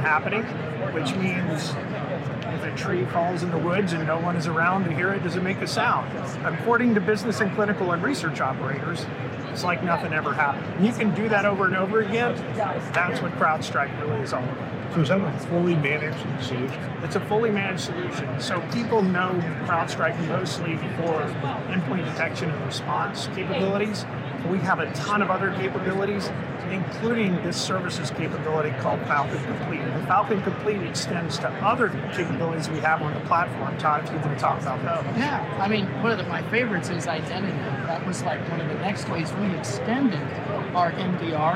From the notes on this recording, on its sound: an Interview in Action live from HIMSS 2023